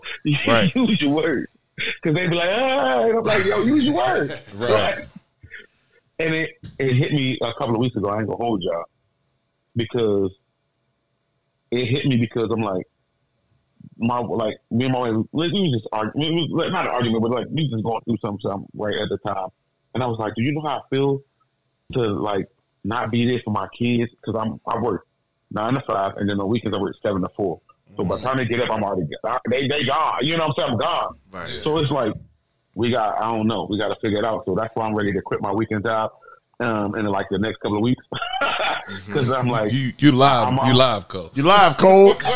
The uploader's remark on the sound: Special Guest on the phone this week